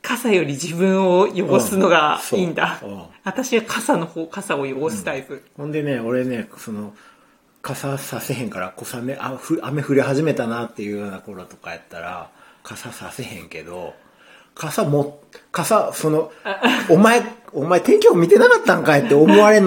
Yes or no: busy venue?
no